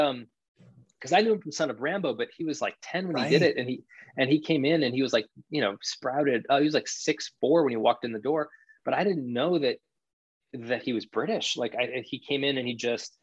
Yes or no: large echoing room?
no